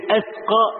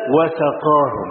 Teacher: الألف اللي عليها همزة دي زي العقلة في الزور، ها، بخلاف وسقاهم، شوف السين فيه سلاسة ازاي